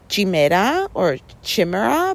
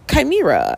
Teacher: the CH is a hard K sound, not a sh sound · Shown in: second take